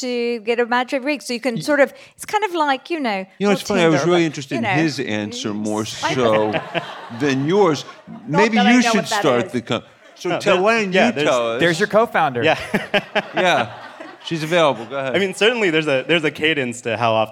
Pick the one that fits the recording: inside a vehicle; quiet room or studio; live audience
live audience